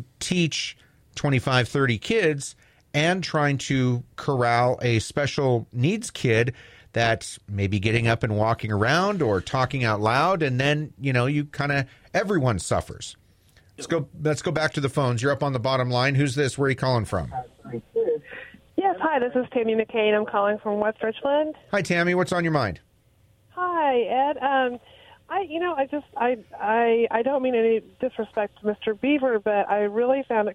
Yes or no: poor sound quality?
no